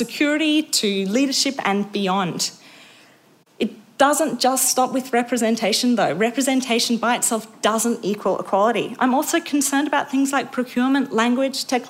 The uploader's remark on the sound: Recorded live at the Future Women Leadership Summit 2023.